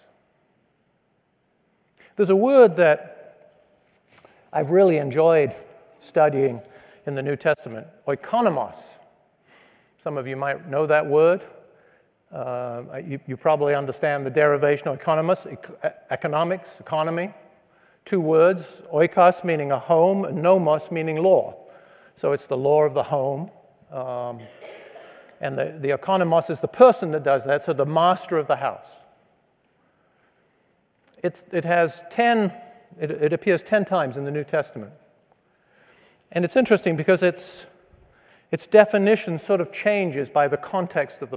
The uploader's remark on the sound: spoke to business students at the Believers in Business MBA Conference at Redeemer Presbyterian Church in New York City